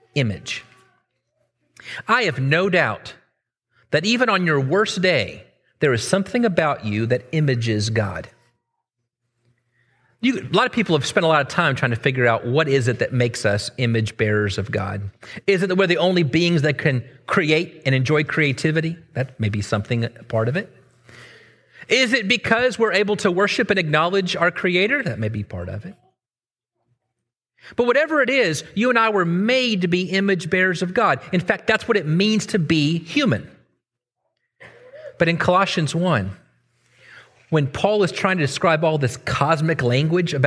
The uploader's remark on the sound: Originally preached at the West Side Church of Christ (Searcy, AR) on December 31, 2023.